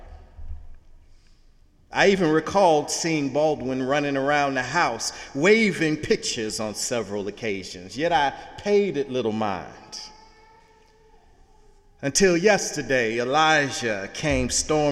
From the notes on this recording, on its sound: Sunday sermon October 1, 2017 in the Memorial Church of Harvard University.